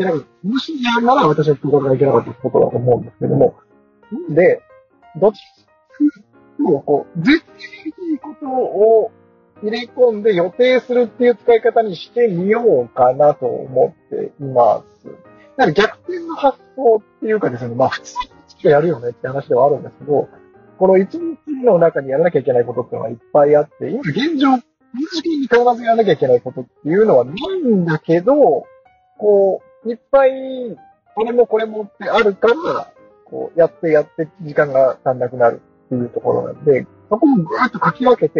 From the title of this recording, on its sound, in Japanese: 音質悪いです